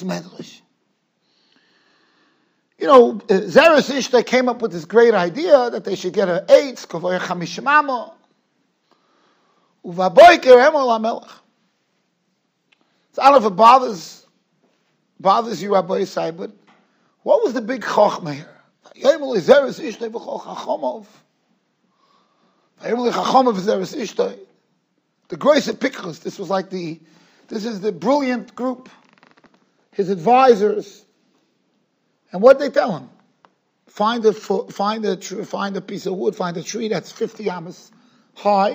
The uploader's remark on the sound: Shiur recorded in Yeshivas Ohr Reuven, Monsey, NY.